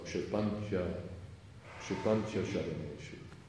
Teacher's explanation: it's an I in the original word, but it's changed to a Y when it comes before a vowel, just for that reason, so that you can change it from a E to a Ya. · Term: Santi